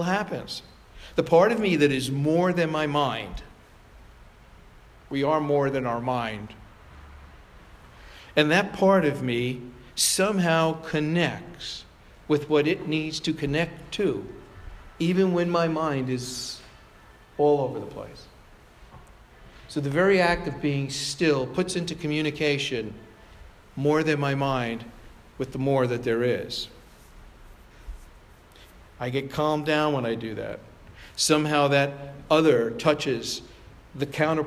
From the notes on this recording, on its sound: Provocation delivered on July 9, 2017 at Sayville Congregational United Church of Christ.